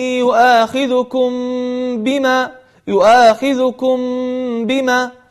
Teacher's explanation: ثم بعد ذلك نضغط على الشفتين ضغطة خفيفة لننطق معها حرف الباء فنقول ولكن فنقول ولكن يؤاخذكم بما يؤاخذكم بما، فتضغط على الشفتين ضغطة زائدة على ضغطة حرف الميم حتى تخرج حرف الباء. فحرف الميم وحرف الباء كلاهما من الشفتين · Term: الإخفاء الشفوي